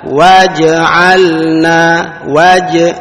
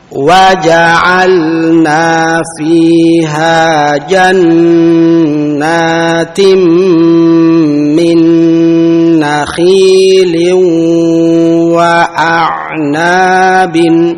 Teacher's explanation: perhatikan membaca jim yang fathah jangan berubah menjadi jim yang sukun · Shown in: second take · Ya, sering terdengar membaca waj'alna waj'.